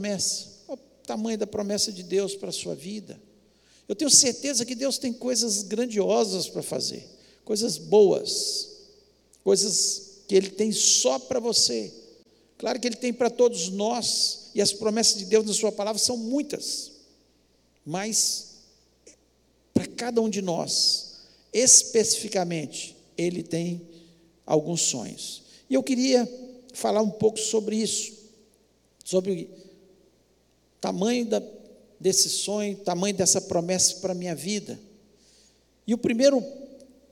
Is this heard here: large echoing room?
yes